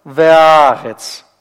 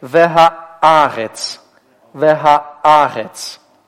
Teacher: Помните, мы с вами говорили, что когда вы читаете, особенно на стыке двух гласных, «алев» означает, что нужно сделать остановку. И потом следующую букву, следующий слог, точнее сказать, начать с твердой атаки. · Shown in: second take